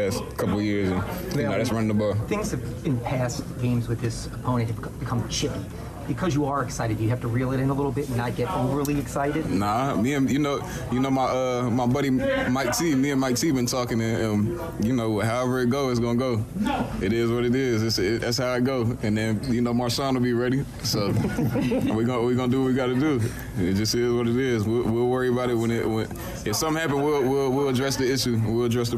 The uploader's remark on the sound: LIVE from the Dome